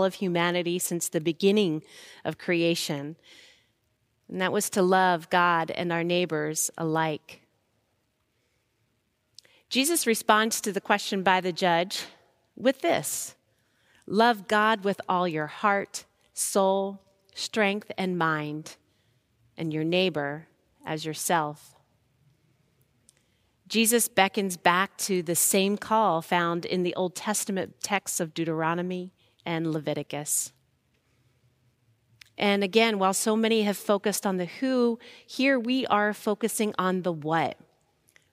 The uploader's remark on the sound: Recorded live at Beatitudes Church in Phoenix, AZ